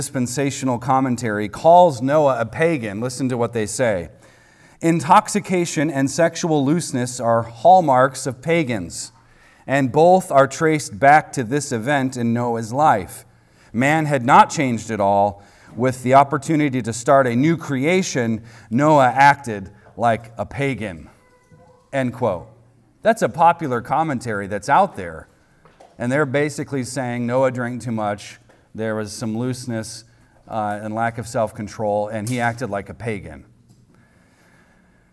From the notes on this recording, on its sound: recorded on Sunday, April 23rd, 2023, at the weekly worship gathering of Cross & Crown Church.